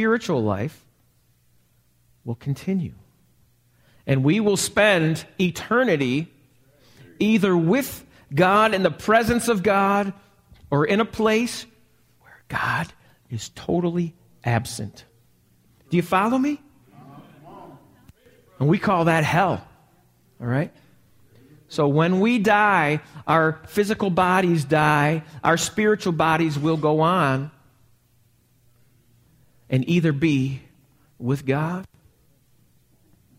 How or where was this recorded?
large echoing room